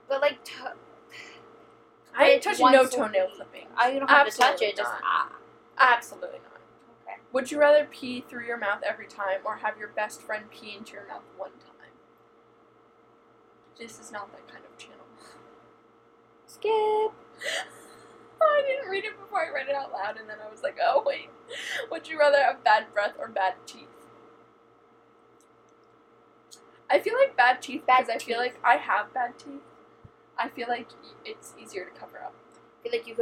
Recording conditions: background noise